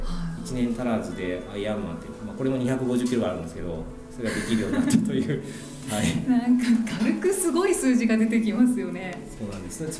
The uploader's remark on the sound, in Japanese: サハラ砂漠マラソン報告会（公開収録）。